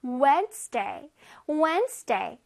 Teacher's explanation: 저기서 D는 소리를 내지 않습니다